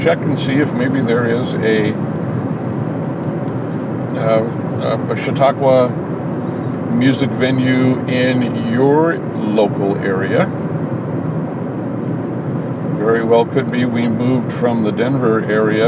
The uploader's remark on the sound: A longer and different recording using Backpack as I drive home from the grocery store.